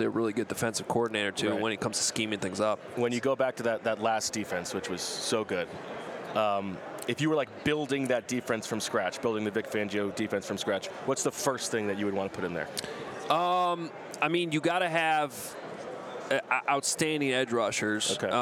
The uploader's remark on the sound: From Super Bowl radio row: Sights and sounds from media night